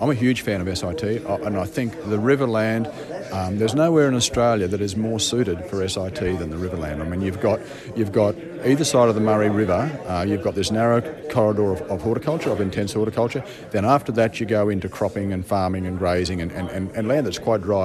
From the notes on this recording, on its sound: This interview was recorded at a fruit fly forum held in the Riverland in 2018.